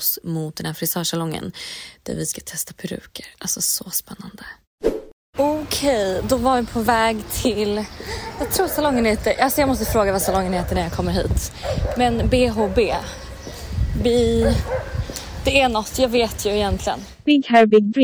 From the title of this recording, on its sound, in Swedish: LIVE från bråket på Lollapalooza